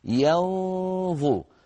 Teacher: فننتقل من ياء مرققة إلى غنة النون المخفاة ثم إلى الظاء المفخمة